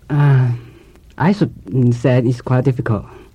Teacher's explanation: He pronounces sh as s.